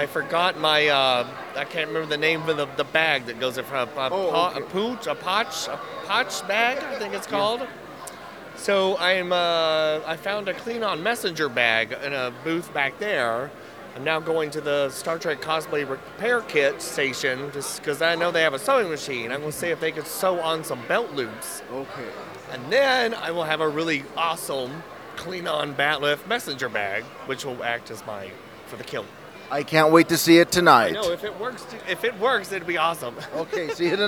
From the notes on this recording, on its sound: Inside the Rio a lot of Trek and Non Trek talk. Then we venture outside for the First ever Fansets Party hosted by The Trekgeeks podcast at The Other Room at the Forum Shops at Caesers Palace. This is the only place where you will hear exclusive audio from that event.